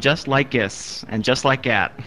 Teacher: people in Pittsburgh swallow the TH at the beginning of a word. That TH is gone.